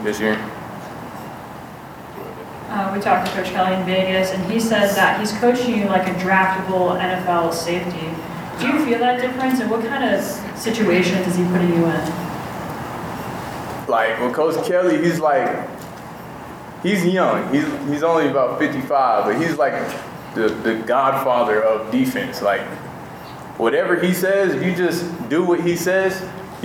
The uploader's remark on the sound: CU Fall Sports Media Day Press Conferences